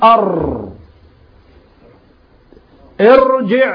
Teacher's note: الارتعادة اللي بتحصل لرأس اللسان عند النطق بالحرف اللي هو حرف الراء، لان التكرير لا يوجد الا في الراء، هو ده التكرير، وتكون ارتعاده واحده.